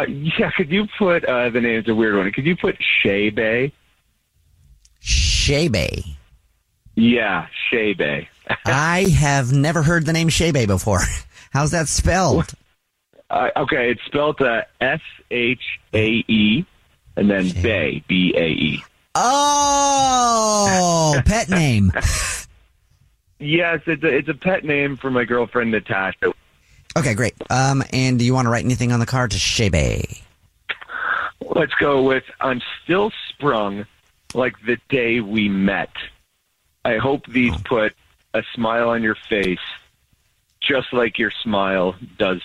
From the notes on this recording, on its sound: We have a listener on the phone.